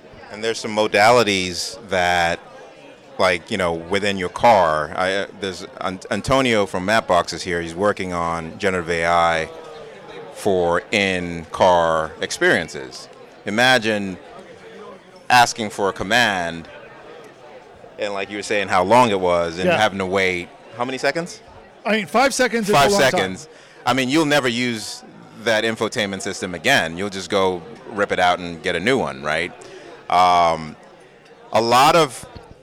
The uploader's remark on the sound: Live and In Person at Voice+AI 2023. At the Voice and AI 2023 conference.